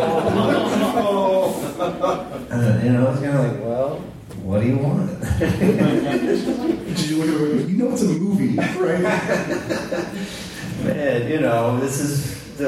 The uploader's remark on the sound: Live from Super FamiCon